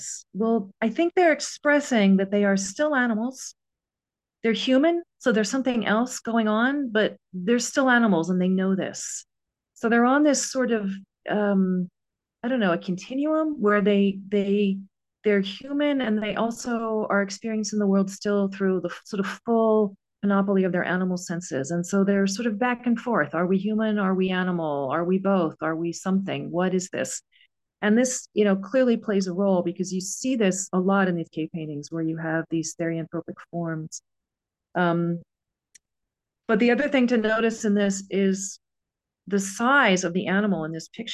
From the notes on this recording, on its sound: A live webinar on Sunday 15th October 2023 10am UK time.